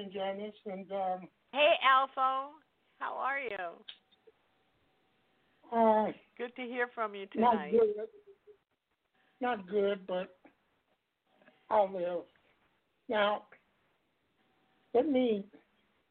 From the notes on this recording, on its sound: LIVE & Call-In